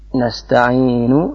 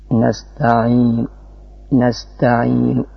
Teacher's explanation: Yang kedua, saya berikan contoh seperti nasta'inu, membaca romnya, nunya itu dibaca dengan suara yang sangat lirih · Term: ar-rawm